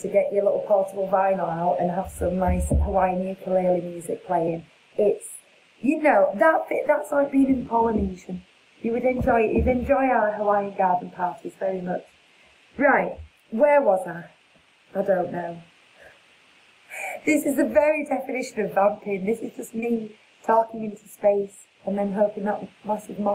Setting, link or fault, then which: fault, poor sound quality